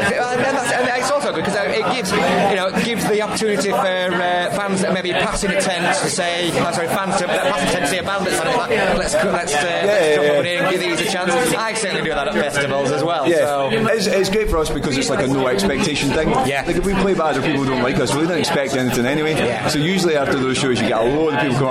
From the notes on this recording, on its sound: at Slam Dunk Festival - North 2018